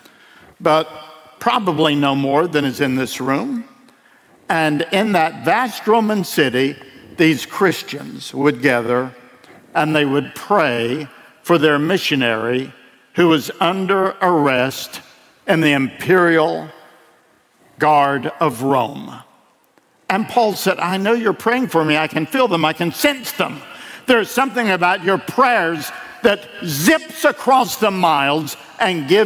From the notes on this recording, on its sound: delivered at World Outreach Church in Murfreesboro, TN